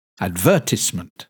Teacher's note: the third syllable in the noun advertisement is pronounced tis